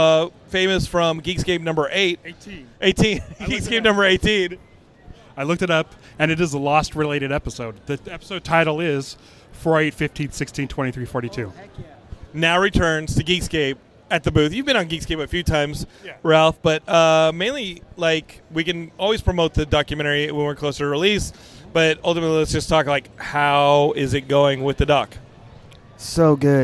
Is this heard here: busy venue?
yes